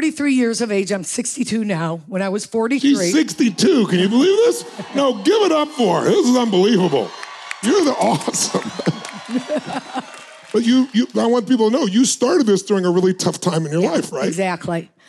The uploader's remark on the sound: We are bringing you to Business Mastery – where you have a front-row seat at the Masters of Disruption panel.